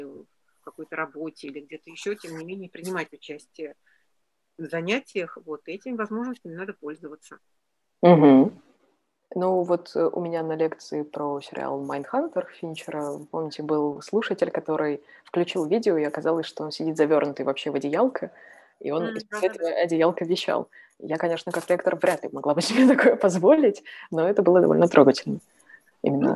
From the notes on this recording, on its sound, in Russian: Подкаст записан в формате живой беседы в зуме.